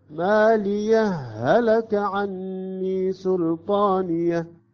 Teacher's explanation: عندما يصبح الإدغام تصبح هاء مشددة عندنا